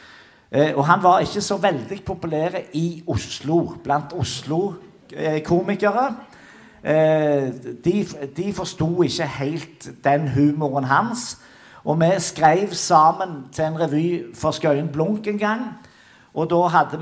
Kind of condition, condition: setting, large echoing room